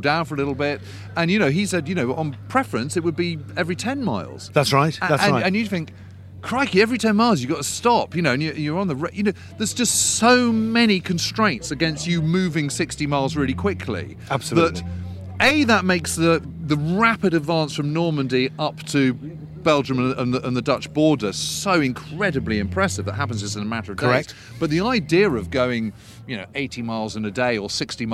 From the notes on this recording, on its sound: rides in a Sherman tank up the same road outside Nijmegen and towards the Groesbeek Heights